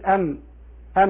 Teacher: أقول أم وهي أقل انطباقا من الباء